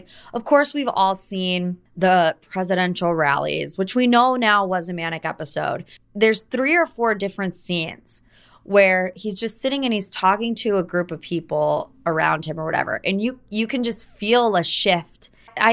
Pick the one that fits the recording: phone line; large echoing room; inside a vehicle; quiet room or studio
quiet room or studio